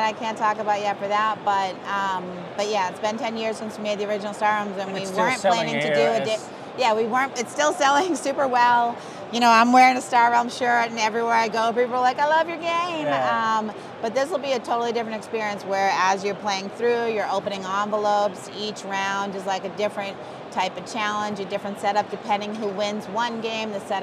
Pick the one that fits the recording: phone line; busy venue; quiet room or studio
busy venue